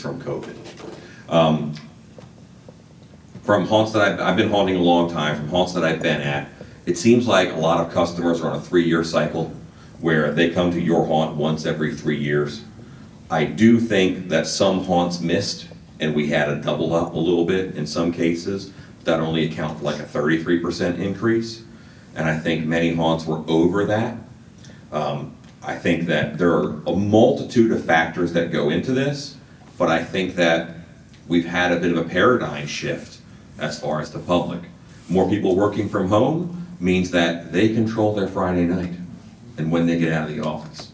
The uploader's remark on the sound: This Q&A session was recorded live at Transworld immediately following the 2022 State of the Industry Presentation. Take questions from the audience.